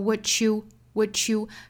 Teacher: 相当于是把 what 尾部的 t 跟 you 首音的这个 y 同化在一起，发成了一个 ch 的发音 · Term: 同化音